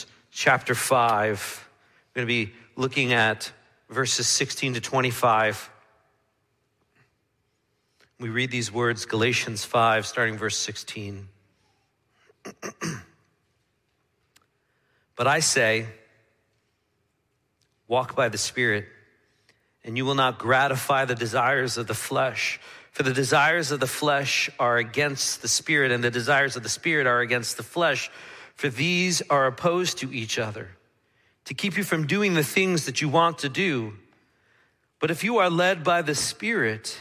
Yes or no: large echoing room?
yes